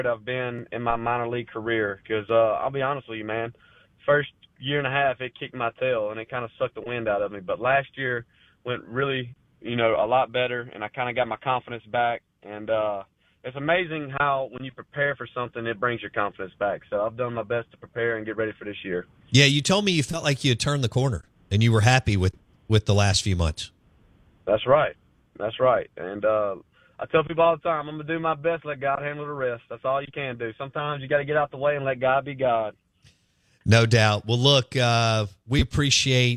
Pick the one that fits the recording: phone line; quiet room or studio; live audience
phone line